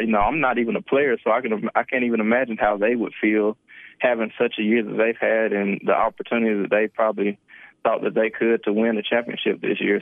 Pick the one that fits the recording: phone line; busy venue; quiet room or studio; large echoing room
phone line